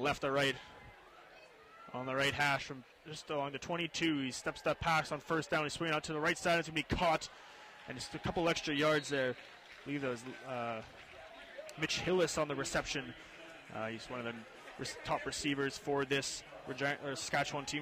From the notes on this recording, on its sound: CiTR commentators broadcasting live from the Thunderbird stadium for the 'Bird's second home game of the season.